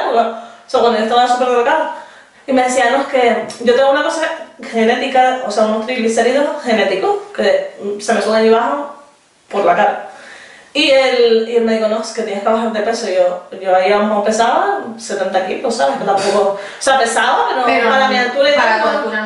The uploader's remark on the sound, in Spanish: Nos disculpamos por el sonido.